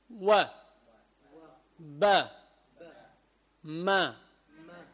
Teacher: الواو والباء والميم تخرج من الشفتين · Term: حروف الشفوية